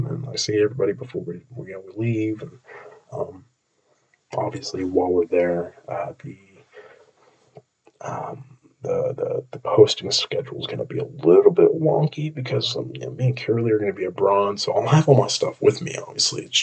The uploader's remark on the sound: I also forgot to use my very expensive recording equipment for this recording, so I sound like I'm swimming with an Orca.